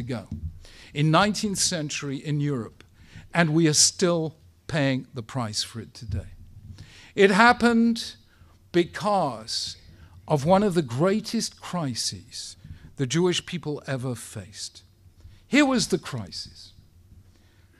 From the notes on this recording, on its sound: Speaking at the Beit Knesset Feigenson